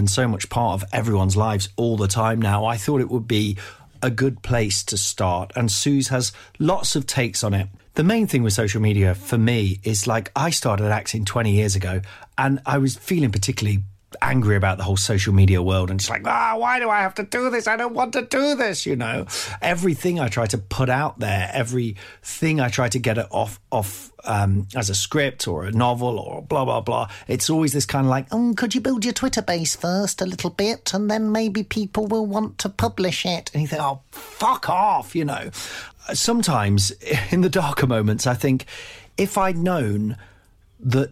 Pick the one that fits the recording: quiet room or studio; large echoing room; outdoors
quiet room or studio